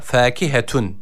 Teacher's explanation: Yine burada uzatan F harfimizi bir elif miktarı uzatırken yine EA arası bir ses veriyoruz. Ve H harfi var.